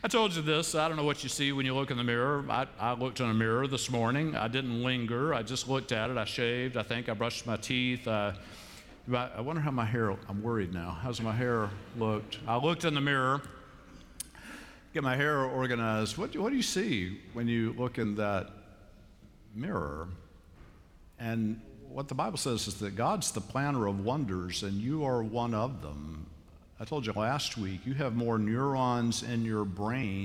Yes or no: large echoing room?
yes